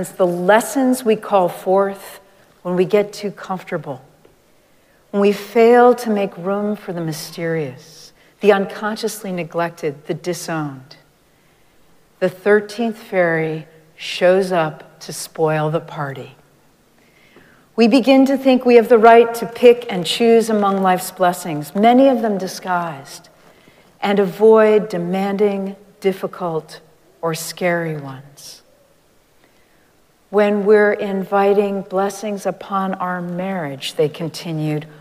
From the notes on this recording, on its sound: Recorded live at Arlington Street Church